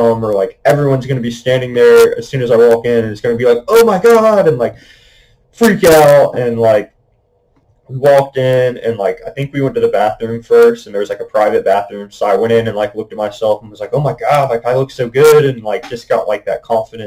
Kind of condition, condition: fault, poor microphone